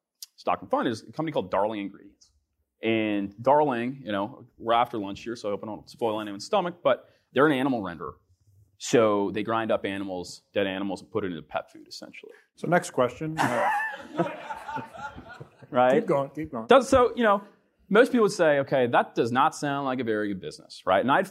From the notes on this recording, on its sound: On June 13, Fidelity Investments Canada hosted FOCUS2023 Toronto, a daylong live event for advisors